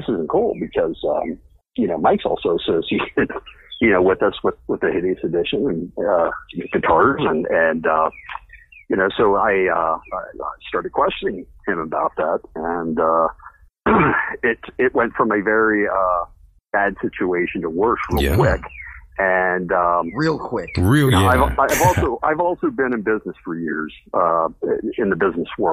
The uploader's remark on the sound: Several band members called in to express their disdain for ex-guitarist “Tony”.